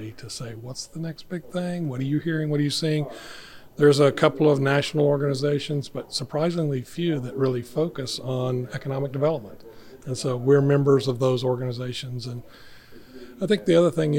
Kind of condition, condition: setting, busy venue